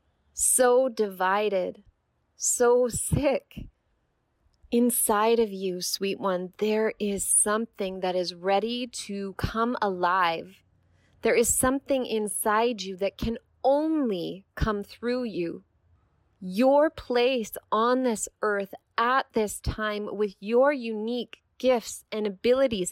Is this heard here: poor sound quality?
no